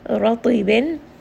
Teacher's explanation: Ta is also going to be heavy. And it also has qalqala, meaning that it's going to have a little bit of that bounce